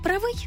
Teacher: омограф «правий» вже з наголосом на другий склад